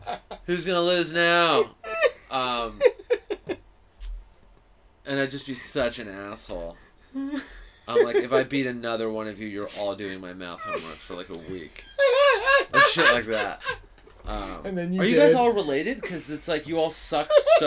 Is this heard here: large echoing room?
no